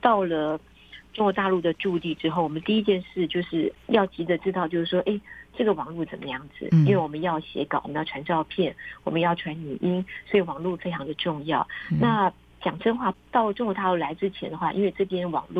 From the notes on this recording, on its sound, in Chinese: 連線訪問中央社駐北京記者